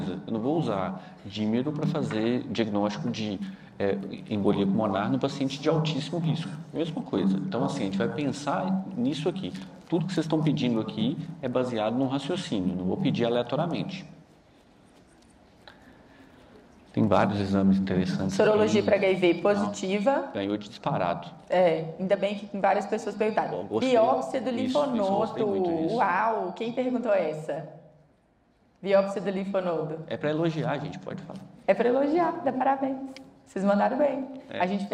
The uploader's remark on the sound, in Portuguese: Gravado ao vivo no XII Congresso SAMMG.